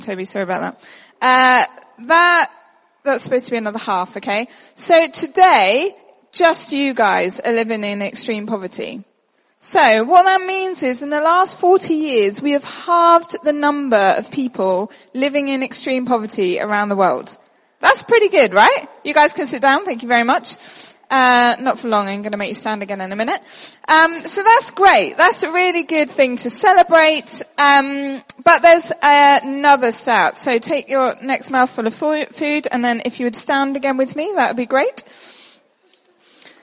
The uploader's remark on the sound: at our shared lunch